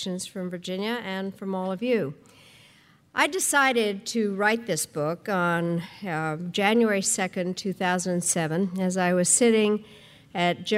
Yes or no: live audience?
yes